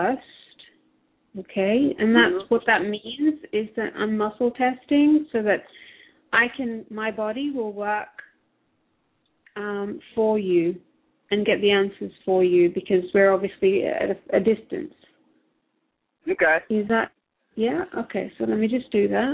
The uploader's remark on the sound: Takes your calls for healing live today!